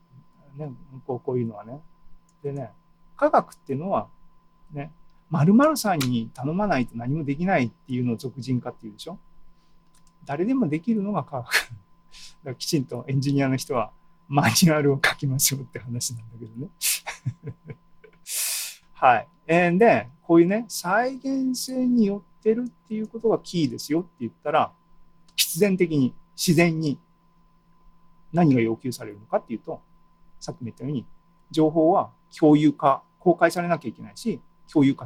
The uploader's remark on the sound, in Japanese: ２０２２年７月２７日に開催した ZOOMライブの模様です。